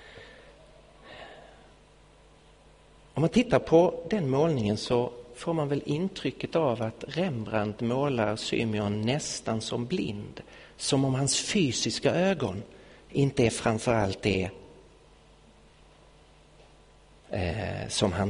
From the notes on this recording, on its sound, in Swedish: Inspelad i Betlehemskyrkan i Stockholm 2016-01-31.